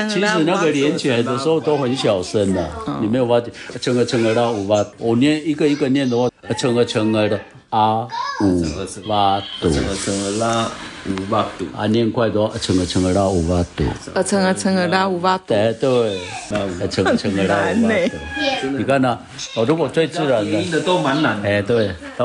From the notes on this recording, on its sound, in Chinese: 錄音當天環境比較吵雜，請大家多包涵